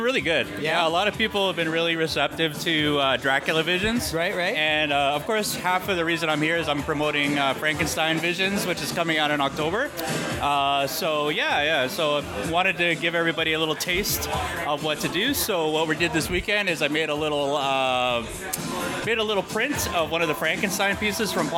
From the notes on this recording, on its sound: Live chats from Gotham Central Comics and Collectables' Summer Bash